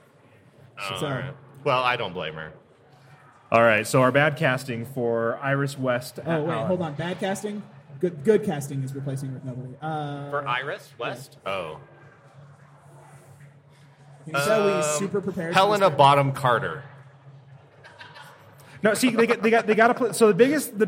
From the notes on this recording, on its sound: Live from Wasatch Comic Con!